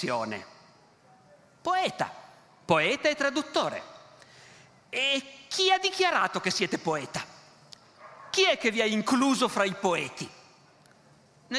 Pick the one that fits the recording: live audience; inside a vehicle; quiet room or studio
live audience